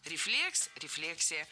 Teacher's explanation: В обоих случаях ударяем второй слог.